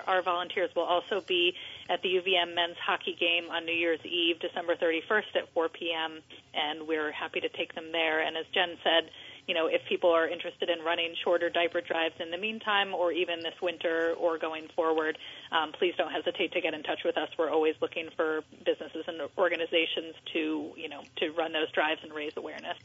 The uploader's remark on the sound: open phone lines